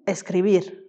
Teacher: En revanche, lorsqu'un mot est terminé par une consonne autre que », l'accent tonique tombe sur la dernière syllabe.